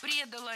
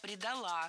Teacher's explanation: Предала, неверно, правильно, предала. Ударение должно падать опять же на окончание. · Shown in: second take